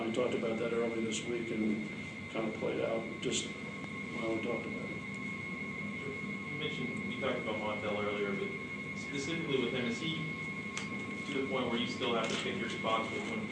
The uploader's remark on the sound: Press Conferences & Post-Game Interviews.